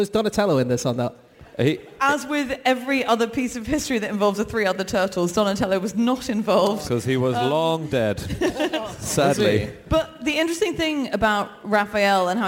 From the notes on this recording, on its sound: Live from Auckland